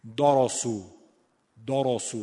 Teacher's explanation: دال هم نباید مثل بقیه حروف مرقق درشت بشه، داراسو داراسو، به خاطر یه ره دال نباید درشت بشه.